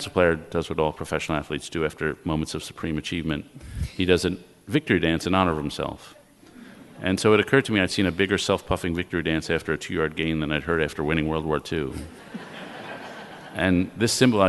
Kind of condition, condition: setting, live audience